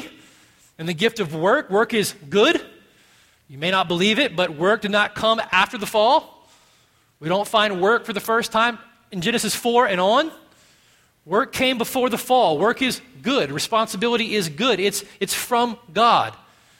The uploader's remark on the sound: at Redemption Hill Church on Sunday, October 7th, 2012